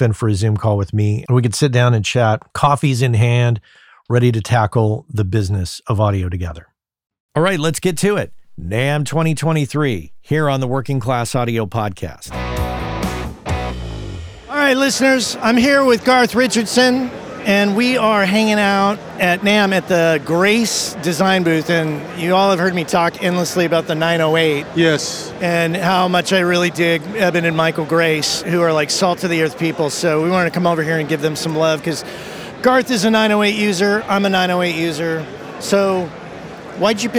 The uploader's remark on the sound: With NAMM 2023. All of the guests for this episode were recorded on my recent trip to NAMM 2023.